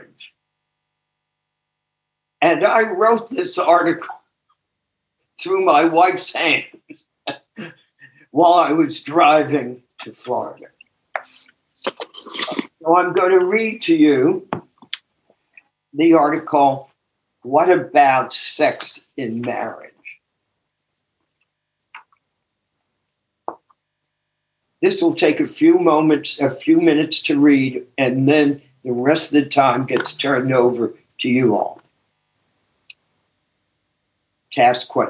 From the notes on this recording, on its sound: took us on a zoom journey